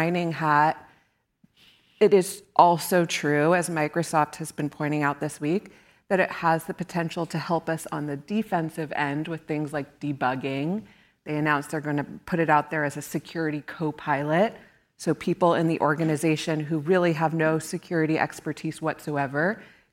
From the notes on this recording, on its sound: Hosted by the William and Flora Hewlett Foundation Cyber Initiative and Aspen Digital, Verify 2023 brings together journalists and cyber and tech policy experts to discuss critical issues in cybersecurity. For this live recording of the Lawfare Podcast.